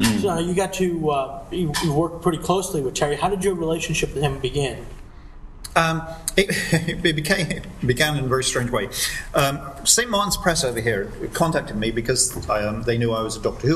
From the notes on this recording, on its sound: Recorded LIVE at I-CON 26. Doctor Who author interviewed live at I-CON 26, SUNY, Stony Brook, NY.